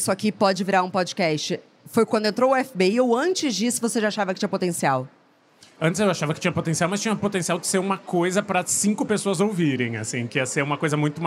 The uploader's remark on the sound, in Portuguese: Na gravação ao vivo do stand do Submarino na Bienal do Livro.